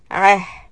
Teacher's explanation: Ayn sound, a. And ta marbuta will become a ha sound with a sukun